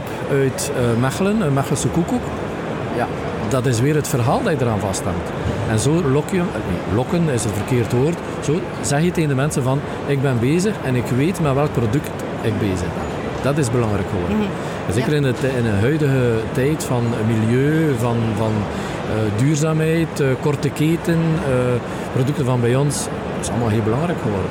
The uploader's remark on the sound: Horeca Expo Live